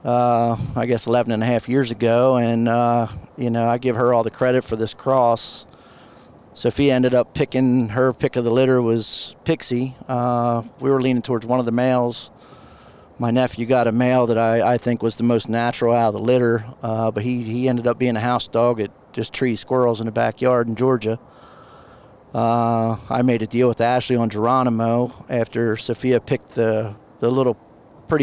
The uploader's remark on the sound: He asked me to accompany him on his recent trip to the UKC World Show. We busted out the recording gear as we rolled down the highway on our way to Mount Gilead, Ohio.